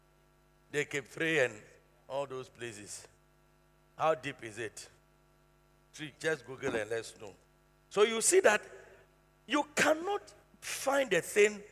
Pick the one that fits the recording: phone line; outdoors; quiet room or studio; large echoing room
large echoing room